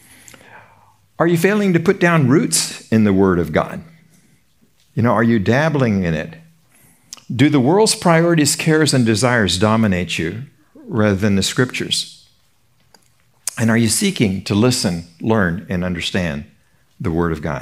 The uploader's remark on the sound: Recorded at Seabreeze Church.